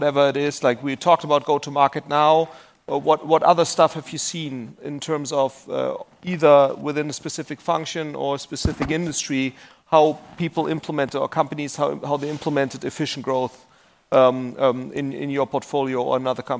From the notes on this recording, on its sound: This time no interview, but part of the recording from the ARRtist Summit 2023 VC Panel on efficient growth.